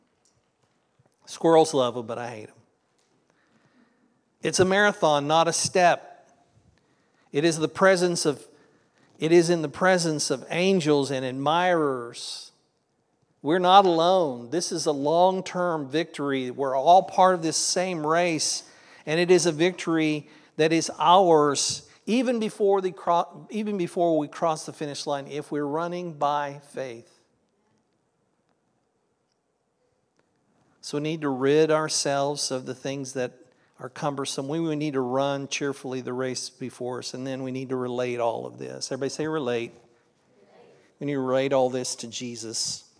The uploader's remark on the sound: This was originally recorded at Palestine Church of Christ on Nov 5th, 2023.